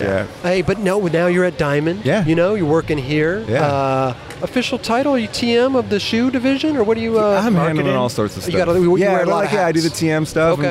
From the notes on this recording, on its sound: We were on location at the Diamond Supply Co & Thrasher Magazine’s Halloween Hellride.